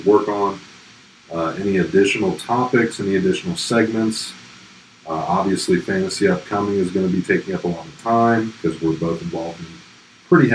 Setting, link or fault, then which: fault, poor sound quality